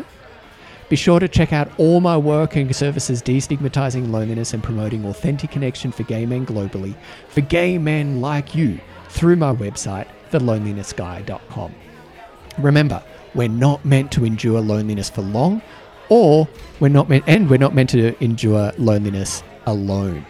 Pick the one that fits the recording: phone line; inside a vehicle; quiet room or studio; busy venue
busy venue